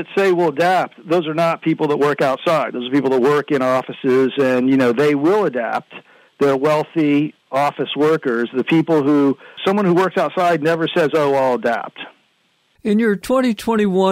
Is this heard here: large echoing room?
no